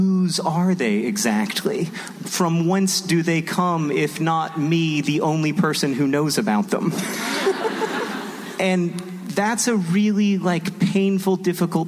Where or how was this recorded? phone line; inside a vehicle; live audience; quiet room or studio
live audience